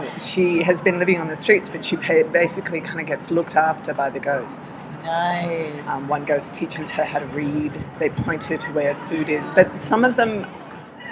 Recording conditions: busy venue